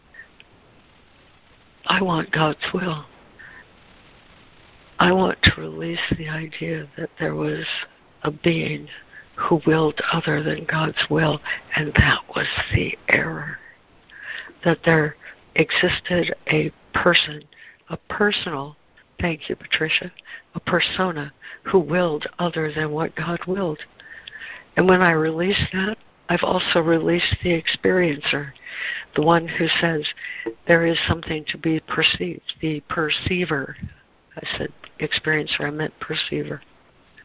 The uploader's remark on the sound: ACIM Daily Conference Call.